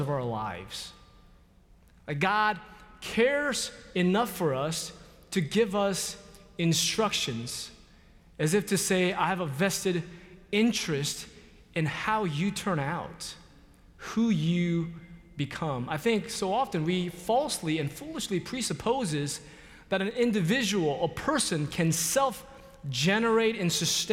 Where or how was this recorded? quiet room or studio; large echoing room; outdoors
large echoing room